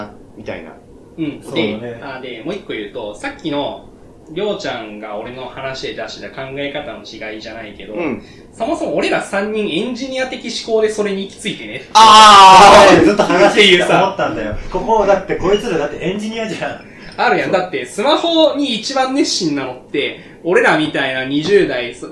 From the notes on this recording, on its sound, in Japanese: 初めての収録なのでお聞き苦しい点があるかもしれません